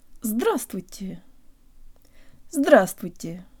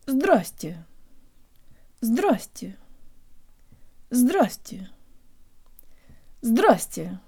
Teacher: in something called relaxed speech, which we use with people we already know but with whom we still speak more formally, we omit the vuy syllable. · Shown in: second take